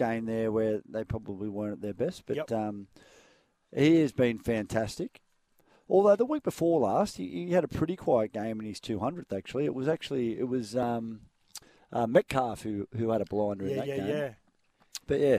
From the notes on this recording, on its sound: live at Treasure Island Caravan Park